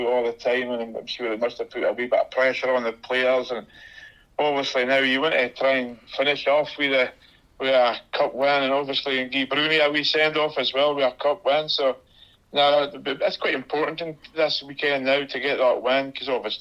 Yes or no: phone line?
yes